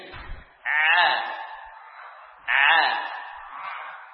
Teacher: Dari wasatul halqi, dari tengah-tengah tenggorokan. · Term: Ain